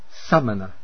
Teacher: Start with for the A, short A, I'll speak a word, samana, which means ascetic or monk. It's a very short A, almost like the U in but